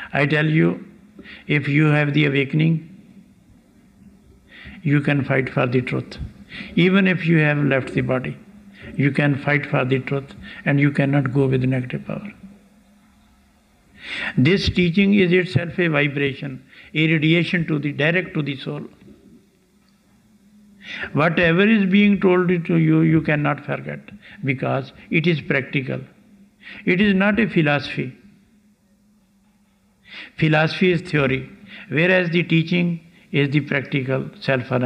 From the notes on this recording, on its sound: Lecture from 17th July 1991 in Landshut, Germany